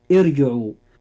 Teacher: الراء فيها مفخمة لأنها ساكنة وما قبلها مكسور وكسرته عارضة